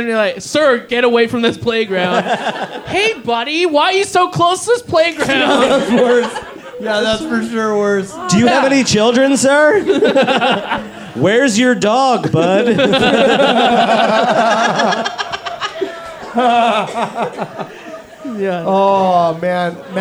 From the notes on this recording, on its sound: live at The Mint in Victoria BC